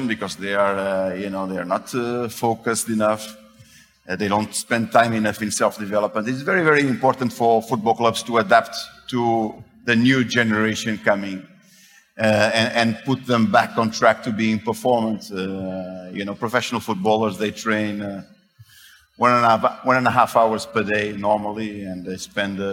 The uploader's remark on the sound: Live at the Web Summit earlier this year, which was held in Lisbon, Portugal. We very rarely release podcast episodes that have taken place live in person, so this episode is a bit different for us.